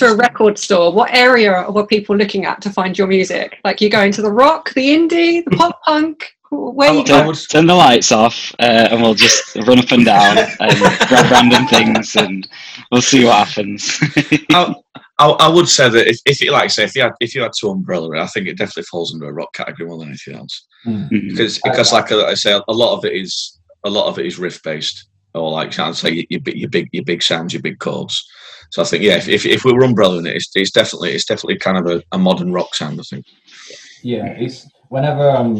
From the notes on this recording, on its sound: Recorded on Zoom